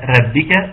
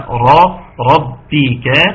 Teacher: خد بالك من تفخيم الراء وتحقيق كسر الباء · Shown in: second take